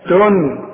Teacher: تنذرهم عندي نون بدون تشكيل بعد التاء تن اهي، النون دي مدام بدون تشكيل بتخفى مدام بعدها الذال وتغن